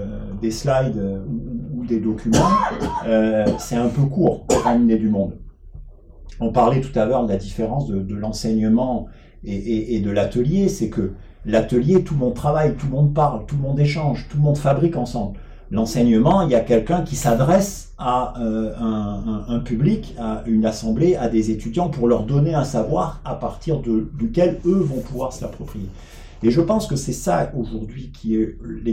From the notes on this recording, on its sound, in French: Nous ne sommes pas encore à la hauteur de la qualité du son que nous souhaitons vos offrir en raison de quelques tests que nous menons.